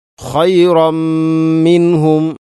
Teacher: തൻവീനു ശേഷം മീമു വന്നാൽ ഇത് ഖാം കാമിൽ. പൂർണ്ണമായിട്ടും തൻവീനിനെ മീമിലേക്ക് കൂട്ടിലയിപ്പിച്ചുകൊണ്ട് ഓതണം